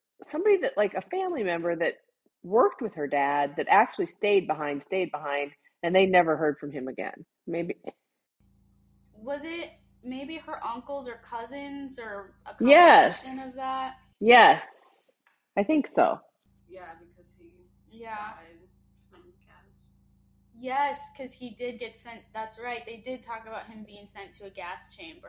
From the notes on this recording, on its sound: Will continue to apologize for the audio as we used a new software and to no fault of our own, didn't practice first